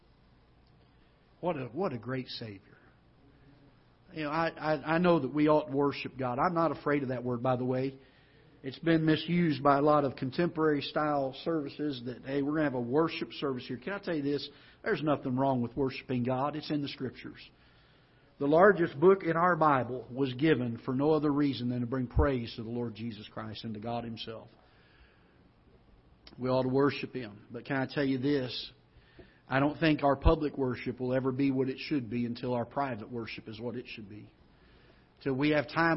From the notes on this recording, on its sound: Ketha Heights Baptist Church ~ Live Broadcast. This is a live broadcast from the auditorium of Ketha Heights Baptist Church in Festus, Missouri.